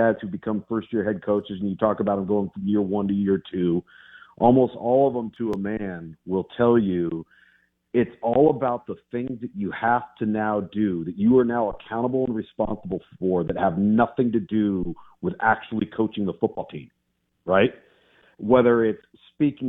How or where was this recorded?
phone line